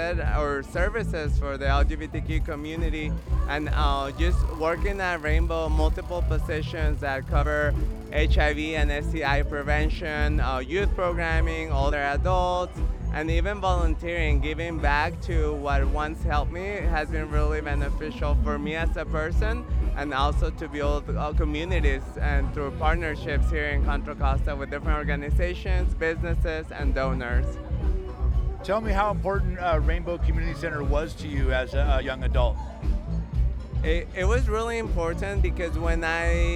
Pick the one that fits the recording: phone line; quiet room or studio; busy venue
busy venue